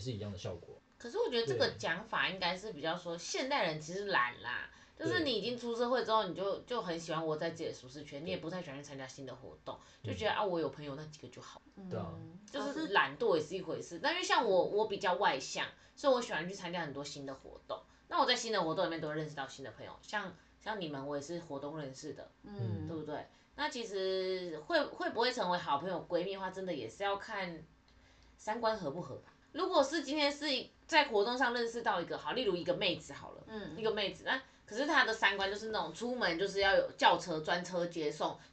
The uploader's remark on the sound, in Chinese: 但因為預錄集數和錄音地點的關係，所以目前還在努力測試中。雖然暫時還是會聽到不完美的音質，但之後會越來越好的喔～。